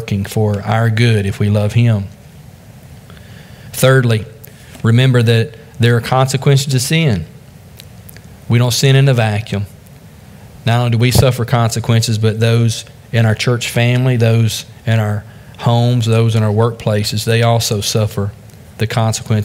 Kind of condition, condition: setting, large echoing room